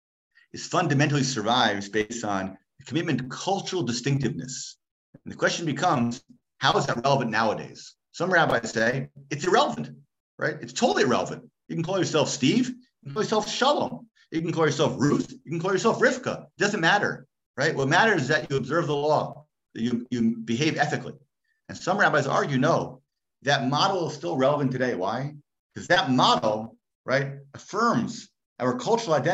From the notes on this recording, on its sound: Gives a shiur over Zoom. For Illuminate, Orayta's virtual adult beit midrash.